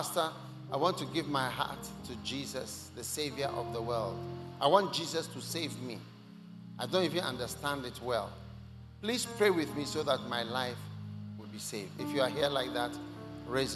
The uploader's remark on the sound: Preached at The First Love Christmas Day Service, First Love Center. Accra.